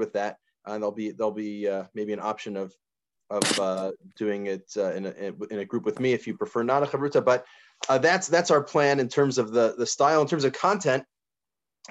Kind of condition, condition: link, video call